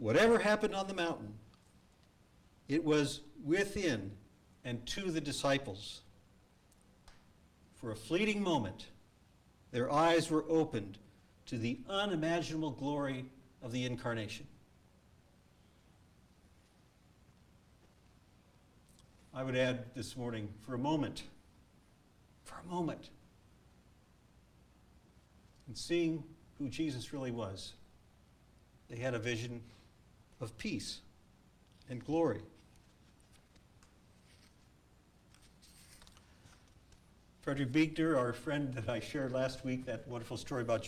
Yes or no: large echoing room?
yes